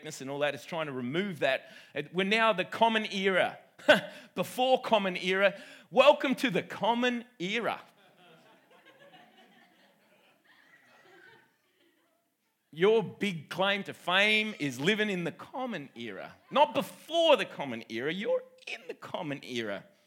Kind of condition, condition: setting, live audience